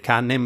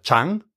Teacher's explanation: tutte le parole che in latino iniziavano con la CA, la K, le abbiamo palatalizzate · Shown in: second take · quindi il cane, canem diventa chan, eh, così è eh, in tutte le zone ladine è rimasto così.